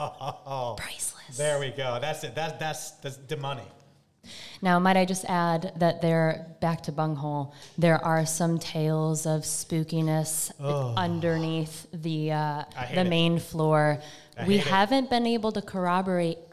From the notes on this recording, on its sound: This week's episode was recorded LIVE at Far From the Tree in Salem. Thank you to our hosts and to all the listeners who joined us that evening. On their first live show. (while drinking Haunted Pepper Cider).